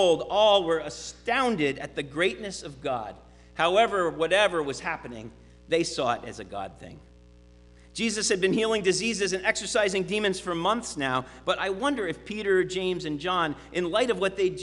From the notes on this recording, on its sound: Sermon preached at RCHP